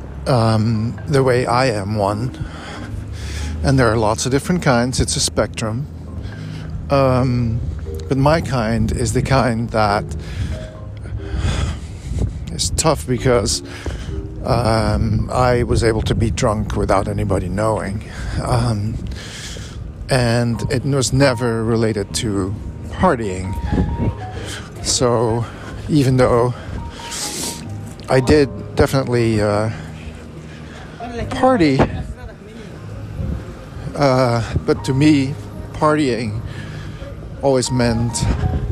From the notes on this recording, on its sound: Recorded on a necessary walk outside